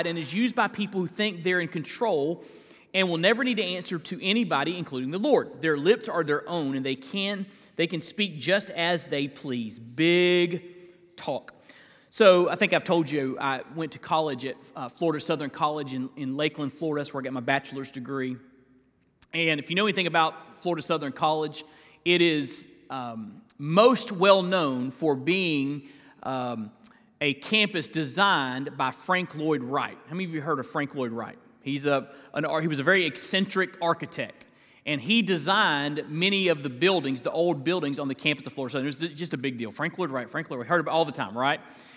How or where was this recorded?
large echoing room